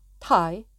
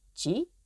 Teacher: The pinyin spelling of the second word is J-I. So we have Tai, tone 4 going down, and Ji, tone 2 going up.